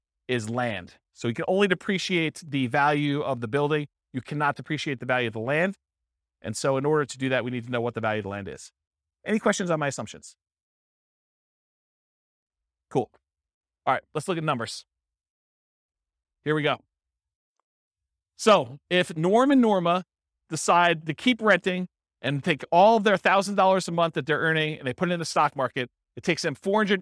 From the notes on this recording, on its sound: This was a live class recorded